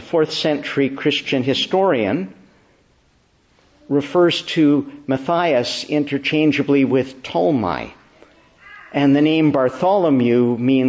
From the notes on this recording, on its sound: May 14, 2022 Morning Service. Preached in the Church of the Annunciation of the Blessed Virgin Mary, Ottawa.